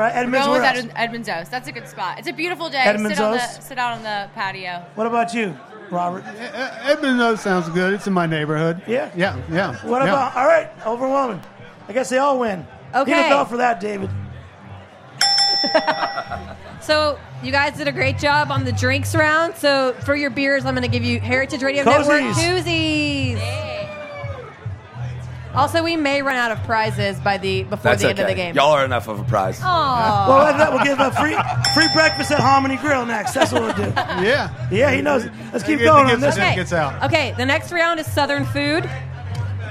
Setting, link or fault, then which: setting, live audience